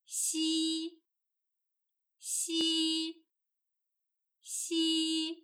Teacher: 我们的舌头要抵住下牙，舌头的中部要靠近硬腭，留出一条窄窄的缝隙，让气流出来。 · Term: 声母西